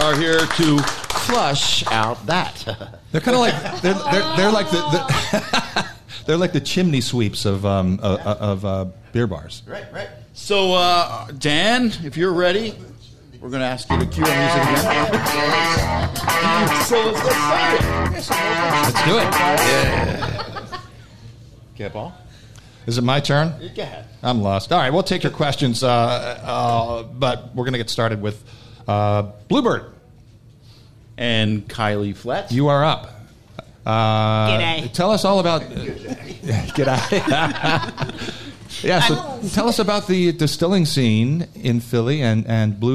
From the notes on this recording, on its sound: Got together on July 28th at Tattooed Mom on South Street for an extra hilarious and informative Beer and Booze Broz live show! Thanks to Obie Media for recording the live show.